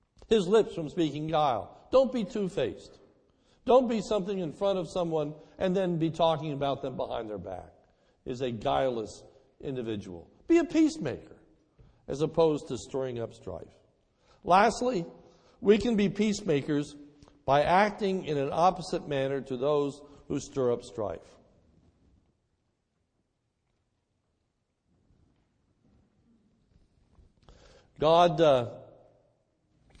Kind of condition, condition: setting, large echoing room